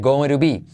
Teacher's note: T como R suave